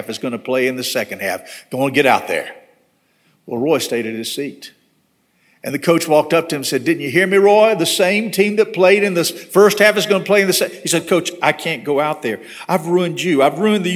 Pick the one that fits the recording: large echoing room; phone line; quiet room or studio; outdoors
large echoing room